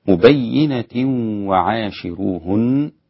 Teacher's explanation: إسقاط الغنة للإمام خلف عن حمزة، وعاشروهن، هنا حكم في هذه الكلمة وهو ترقيق الراء لورش.